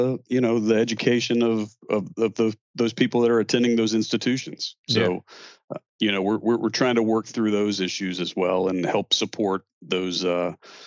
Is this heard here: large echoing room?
no